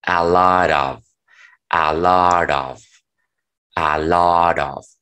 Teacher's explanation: cuando la T después tenga un sonido vocálico, pronúncienla como el sonido de R que tenemos en la palabra barato